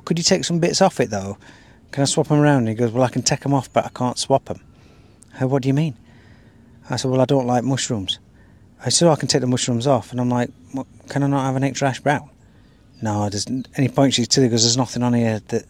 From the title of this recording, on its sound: Live from Hyde Park